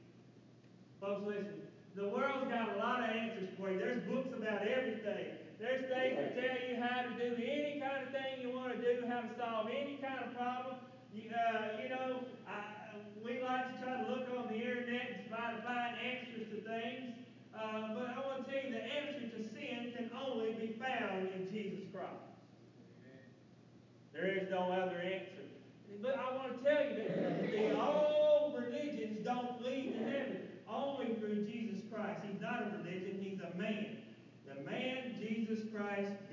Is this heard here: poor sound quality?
yes